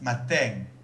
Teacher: In a word like matin, M-A-T-I-N, we just get a regular open E.